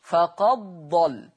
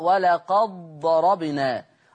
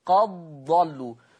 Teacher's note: الدال الساكنة تضغم في الضاد فقد ضل، ولقد ضربنا قد ضلوا لا أثر للدال، خلاص.